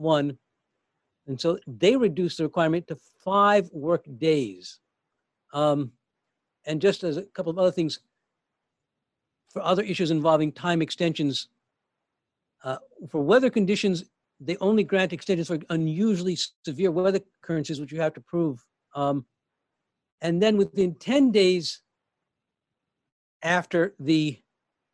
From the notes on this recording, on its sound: Facilitated a live 2-hour webinar and Q&A. This is the audio only.